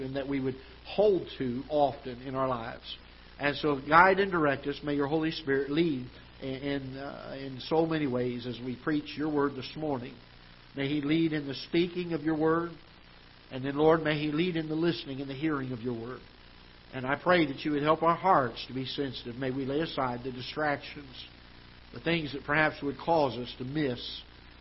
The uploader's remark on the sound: Ketha Heights Baptist Church ~ Live Broadcast